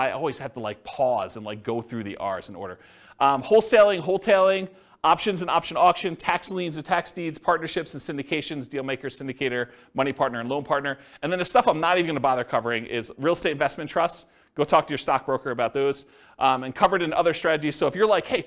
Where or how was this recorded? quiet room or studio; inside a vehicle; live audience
live audience